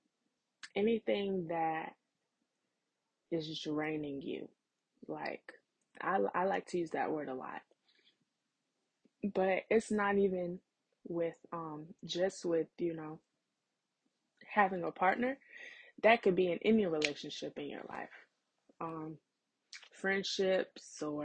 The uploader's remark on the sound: Sorry about the audio tonight! I’m still working on getting a new mic!